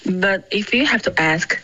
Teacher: But if you have to ask,重音应该是 have, okay?